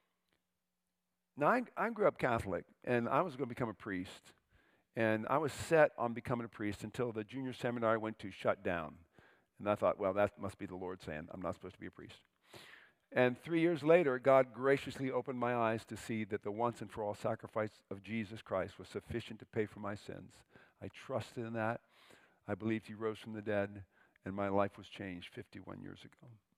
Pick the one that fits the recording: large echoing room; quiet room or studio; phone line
large echoing room